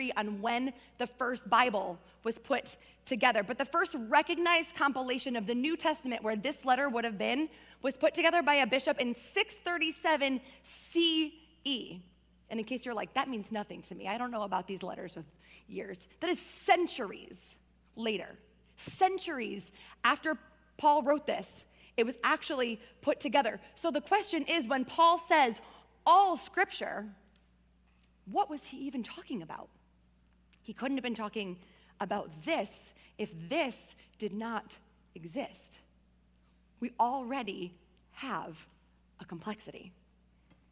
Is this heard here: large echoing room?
yes